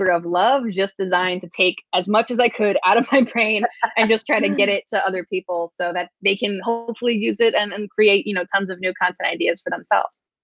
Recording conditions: video call